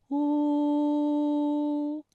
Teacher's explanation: 嘴型需要拢圆，突出成小孔，类似于窝的嘴型，但是要保持一个放松的状态。舌头需要后缩，舌面后部隆起与软腭相对。声带在发音的时候呢，声带是需要颤动的，我们可以摸一摸脖子，哎，是不是颤动了呢？我们再来关注一下气流。发音的时候呢，气流需要从口腔中呼出，但是不要发出声音啊。跟我来再发一遍，呜。好，大家可以跟我读一组词语啊。咕咕，咕咕。补助，补助。夫妇，夫妇。朴素，朴素。好了，接下来的时间我们继续纵游中国。兄嫂含辛茹苦的养育，带给了少年韩愈与韩老成安定的生活，情同兄弟的叔侄二人有了共同的成长记忆。唐贞元十一年（公元795年），郑氏夫人逝世后， · Term: 乌